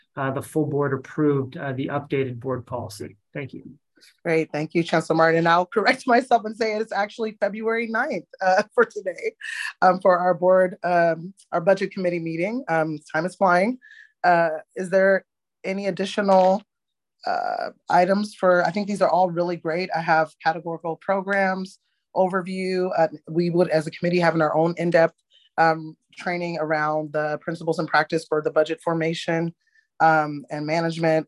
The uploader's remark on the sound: Board Budget and Audit Committee Meeting (originally on Zoom).